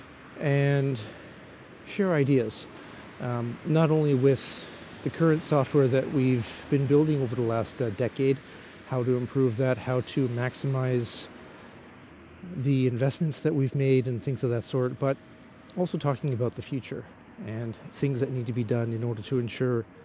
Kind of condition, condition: setting, outdoors